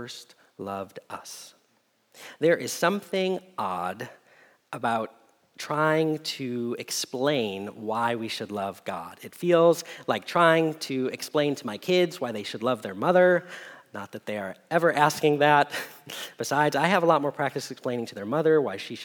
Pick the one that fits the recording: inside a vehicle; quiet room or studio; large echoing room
large echoing room